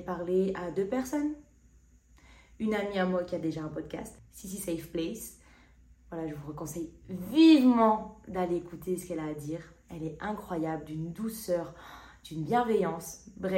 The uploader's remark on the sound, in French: MON MICRO N’ÉTAIT PAS BRANCHÉ, ainsi la qualité du son sur le format audio et visio est à désirer.